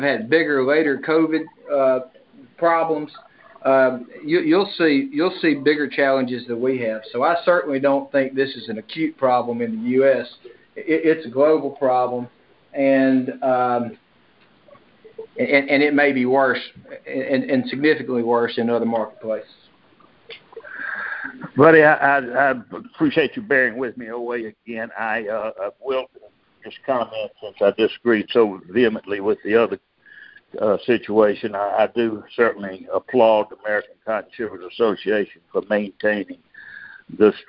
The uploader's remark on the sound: Oct 2021 Monthly Conference Call